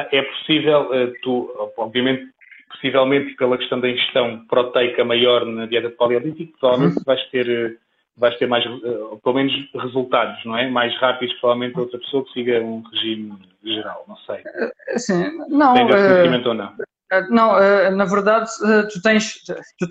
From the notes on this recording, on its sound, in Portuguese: Gravado através do LIVE do Instagram.